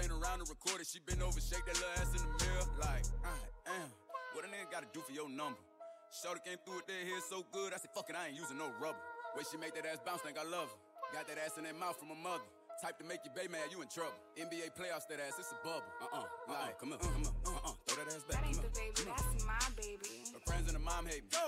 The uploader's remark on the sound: Live Mix from Party in #LasVegas with a few AdLibs on the Mic.